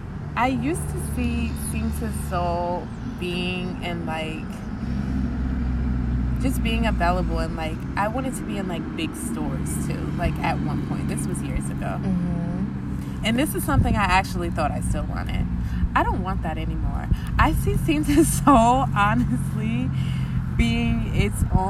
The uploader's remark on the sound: We recorded this outside in a park